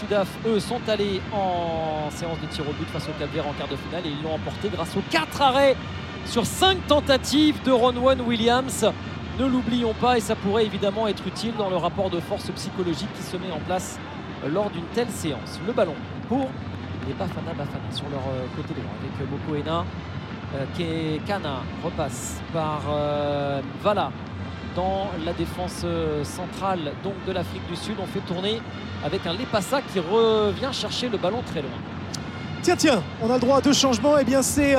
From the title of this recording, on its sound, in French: Point ambiance en direct d'Abidjan